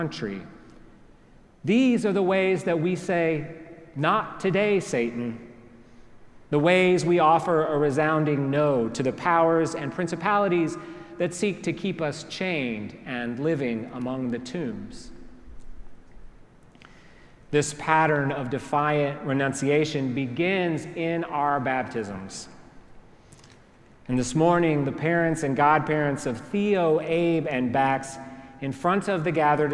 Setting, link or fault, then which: setting, large echoing room